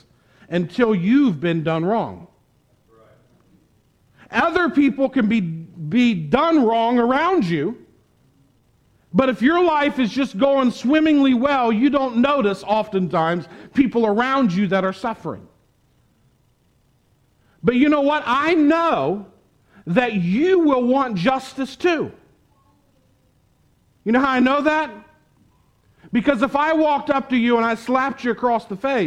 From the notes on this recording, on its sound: Preached at the Tarrant Bible Methodist Church on October 24, 2021. Preached at the Tarrant Bible Methodist Church.